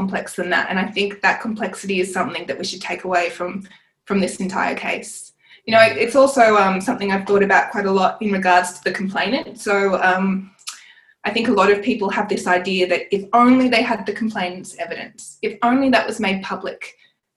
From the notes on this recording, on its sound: This conversation was recorded online during the Covid-19 crisis.